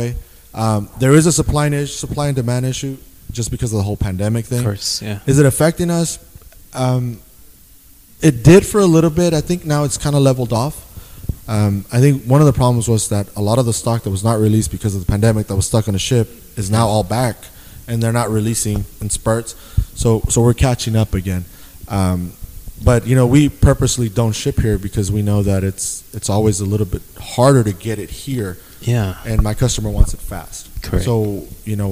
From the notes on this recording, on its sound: This week we are on location with one of the newest shoe and fashion stores located in Downtown San Angelo, TX, Publik Hype.